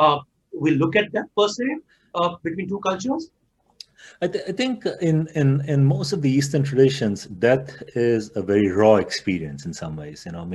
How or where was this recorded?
video call